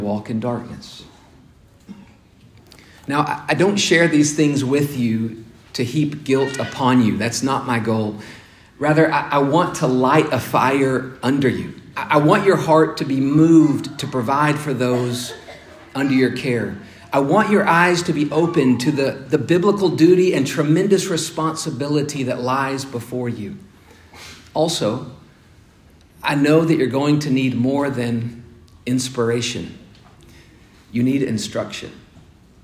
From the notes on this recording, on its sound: The second session of a four-part series delivered at Grace Bible Church of Conway in December of 2021.